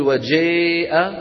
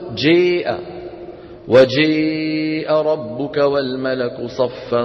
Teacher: تقريب الفتحة من الكسرة والألف من الياء من غير قلب خالص ولا إشباع مبالغ فيه. · Shown in: second take · Term: الإمالة الكبرى